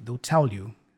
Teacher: They will again, contracted, they'll, and the L for tell could be joined with you.